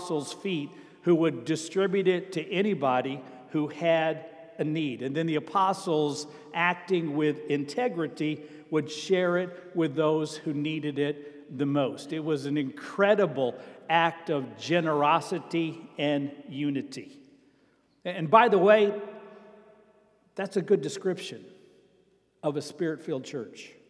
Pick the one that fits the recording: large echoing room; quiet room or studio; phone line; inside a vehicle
large echoing room